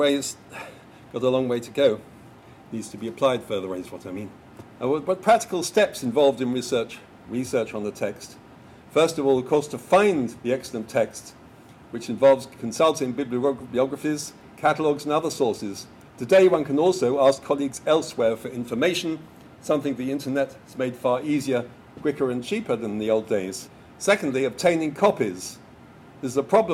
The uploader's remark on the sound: Lecture at George Mason University. Hosted by the Ali Vural Ak Center for Global Islamic Studies.